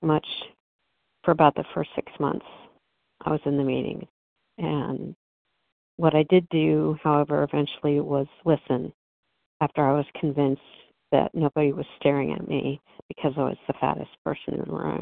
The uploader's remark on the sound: 100 Pounders Phone Meeting